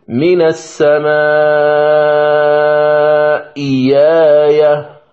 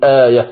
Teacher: أما إذا ابتدأت بكلمة آية فلا بد من تحقيق الهمز، أقول آية وجها واحدا. أما عند الوصل فأبدلها ياء مفتوحة مع مد البدل في الألف التي بعدها · Shown in: first take · يعني تقرأ بحركتين وبأربعة وبستة، مثلا بأربعة أقرأ هكذا: من السماء ياية، والطول: من السماء ياية. · Term: مد البدل المتغير بإبدال